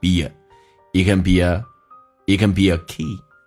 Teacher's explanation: It can be akey， it 的 t 去掉略音， b 跟 a 可以有一个连音叫 ye，元音跟元音之间连音，不是加我就是加也